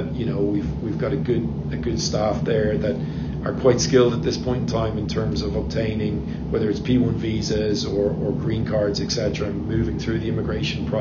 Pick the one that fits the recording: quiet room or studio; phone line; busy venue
busy venue